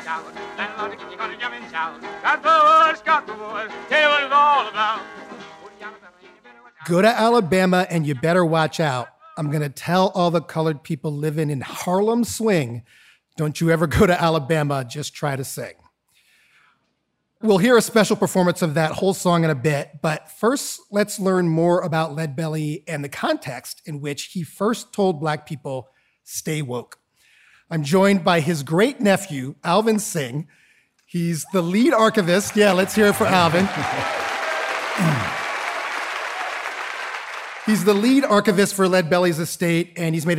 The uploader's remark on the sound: Live At The Apollo. A live audience at the Apollo Theater contributes ideas. This conversation was programmed as part of The Apollo’s Uptown Hall series. The podcast episodes are lightly edited from our live broadcasts.